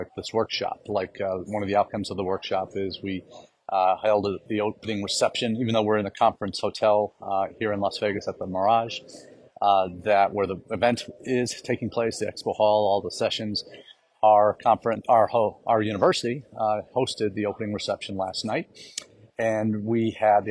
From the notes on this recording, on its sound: comes to you from Las Vegas, where the CAEI conference enters its 2nd of 3 days.